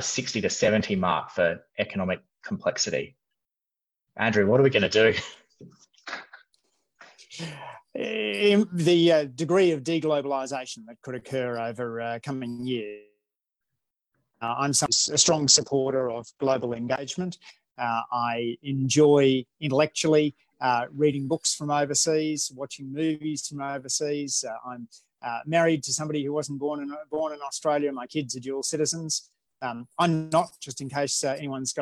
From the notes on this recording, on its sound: Conversation recorded via Zoom